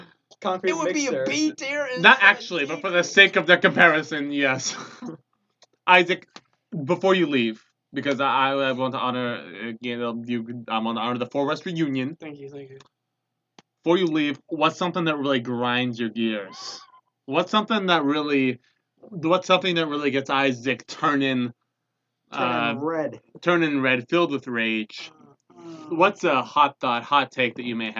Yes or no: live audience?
no